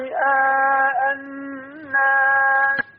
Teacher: رئاء الناس ست حركات مد متصل